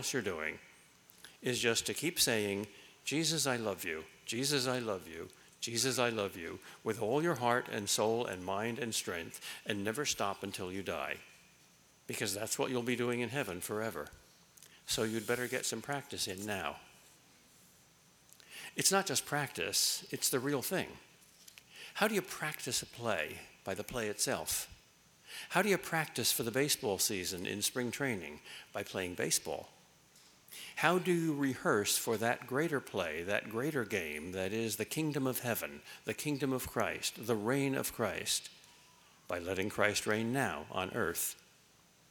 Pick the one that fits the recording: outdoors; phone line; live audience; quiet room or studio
live audience